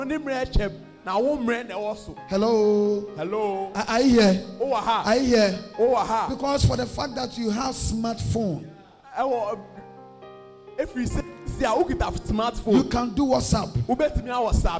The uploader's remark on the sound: preached at the loyalty house international Adjei-Kojo